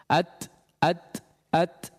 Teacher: sepersekian detik dia harus menunaikan sifat syiddah terlebih dahulu sehingga ada aliran suara sempat terputus